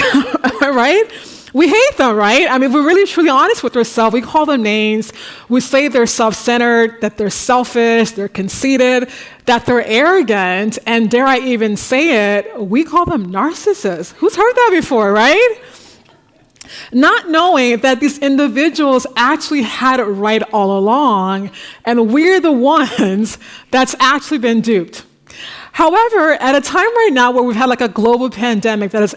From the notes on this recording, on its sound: The Paris Talks audience at the Bibliothèque Nationale de France in March.